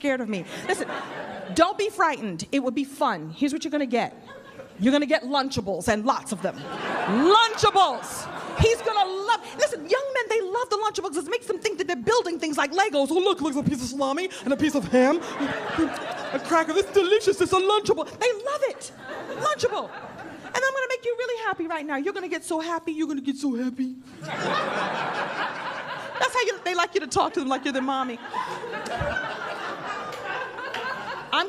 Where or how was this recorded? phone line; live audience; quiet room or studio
live audience